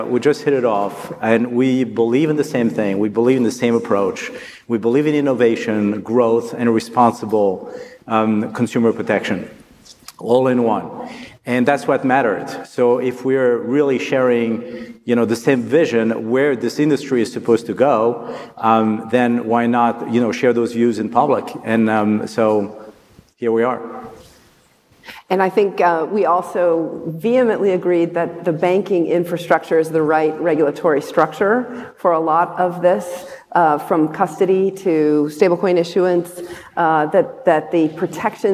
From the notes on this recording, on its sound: This recording is from Fintech Nexus USA (formerly known as LendIt Fintech USA) held at the Javits Center in New York City on May 25-26, 2022. It is from our Keynote stage.